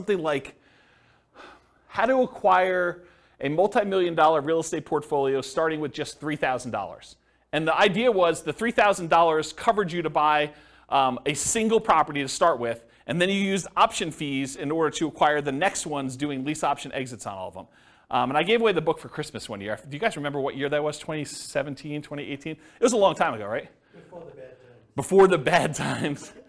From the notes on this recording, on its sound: This was a live class recorded